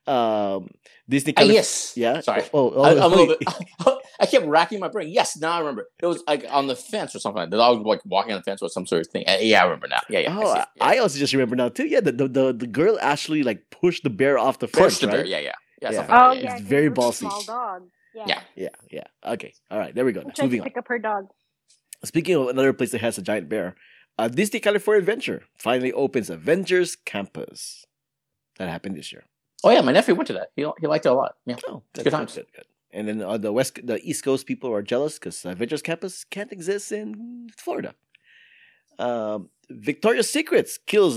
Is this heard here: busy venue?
no